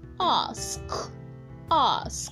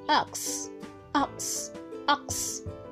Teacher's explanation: The first is having the cluster sk, while the second is having the cluster x.